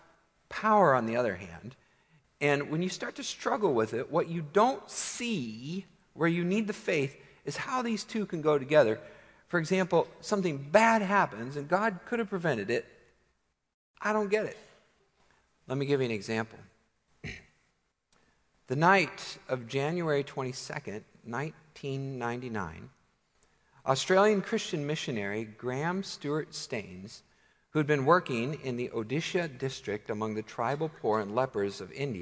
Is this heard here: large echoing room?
yes